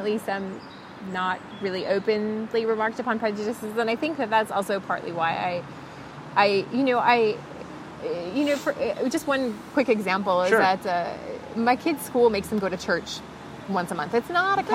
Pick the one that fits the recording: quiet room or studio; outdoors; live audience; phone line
outdoors